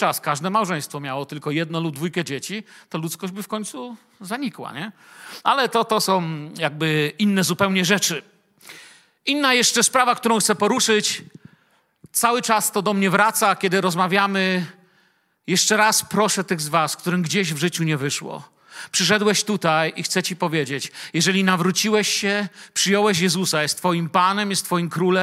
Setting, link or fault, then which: setting, large echoing room